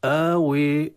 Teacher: انتقال من ترقيق إلى التنحيف أكثر إلى الإمالة اللي هي قريبة من الكسر، أو بالعكس إلى التفخيم.